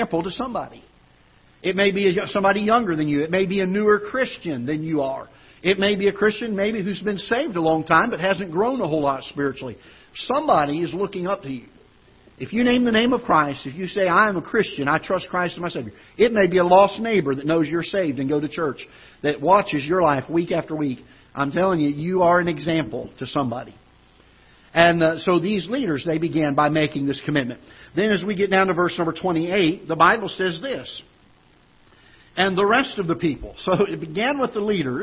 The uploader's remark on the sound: Ketha Heights Baptist Church ~ Live Broadcast